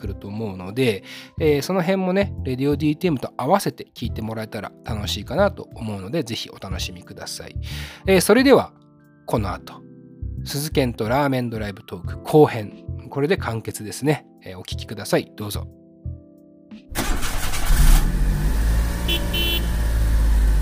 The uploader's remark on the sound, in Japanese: 今回は彼とラーメンを食べに行く道中、ドライブでの会話を収録しました。